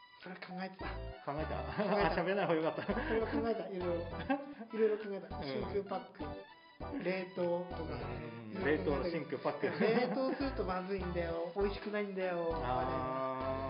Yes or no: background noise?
yes